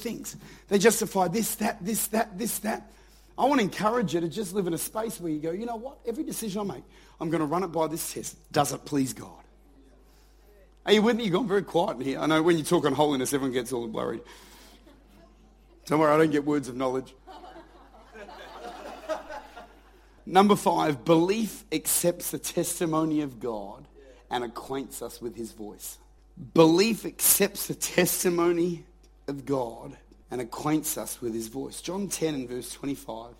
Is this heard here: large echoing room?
yes